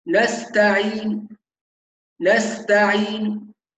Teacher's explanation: يبقى جزء من الضمه بصوت منخفض يقدر بثلث الضمه